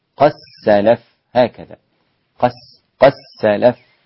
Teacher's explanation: خلاص الدال أدغمت تماما ولم يعد لها وجود، قد سلف هكذا، قد سلف، وهذا أيضا من التسهيل في النطق عند العرب. · Term: الإدغام الصغير